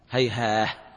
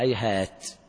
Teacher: بعض القراء يقف بالهاء هيها، والبعض يقف بالتاء المفتوحة هيهات